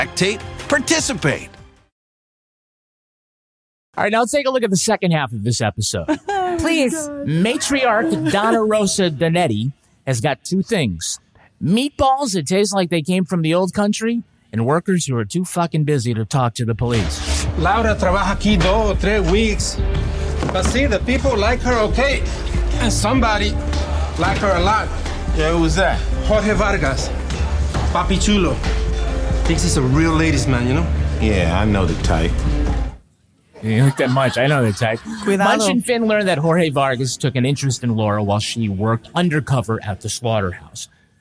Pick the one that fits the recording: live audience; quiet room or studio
live audience